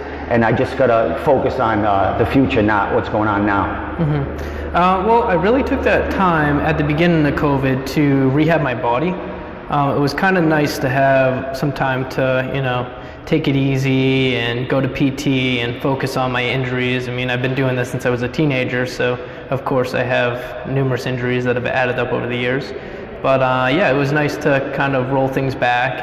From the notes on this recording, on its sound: at the Cage Titans XLVIII Press Conference this afternoon